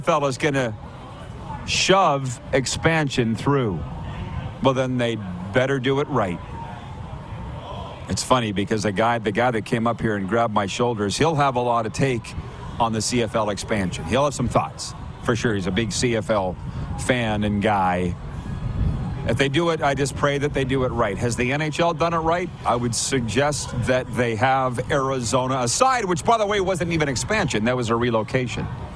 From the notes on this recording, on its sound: LIVE from the Beachouse in Pompano, FL